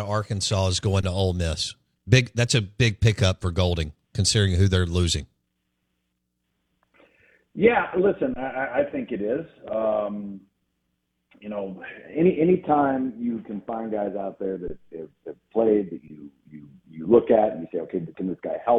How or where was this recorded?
phone line